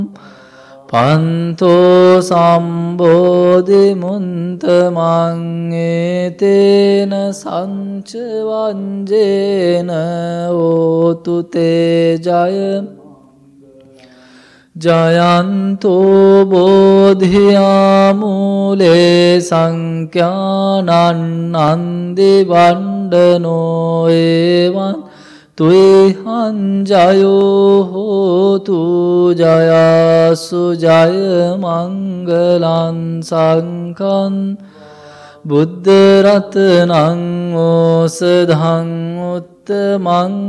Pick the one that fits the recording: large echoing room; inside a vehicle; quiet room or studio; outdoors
large echoing room